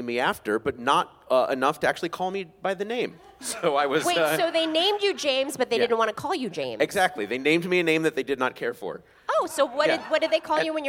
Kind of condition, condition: setting, busy venue